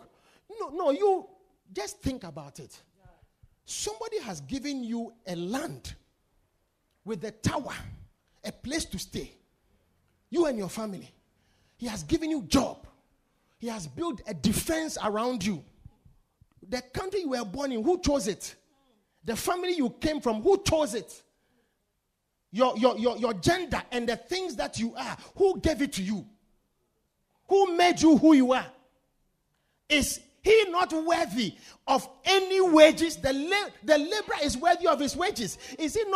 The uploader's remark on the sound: Preached at The Victory Secrets Service.